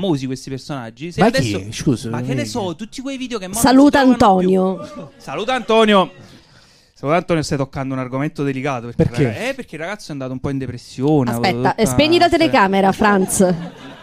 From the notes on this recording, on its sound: Live dal GhePensiMi di Milano